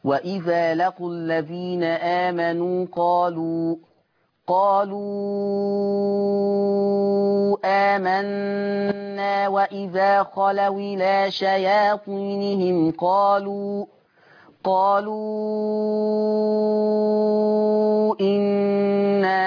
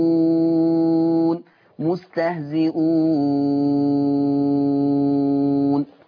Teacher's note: طيب ولو أنا وصلت آمنوا وآمنا بستة، يبقى ماليش في مستهزئون إلا ست حركات